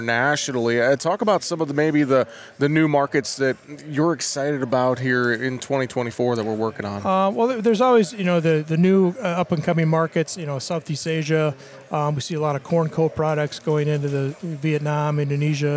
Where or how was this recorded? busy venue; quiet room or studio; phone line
busy venue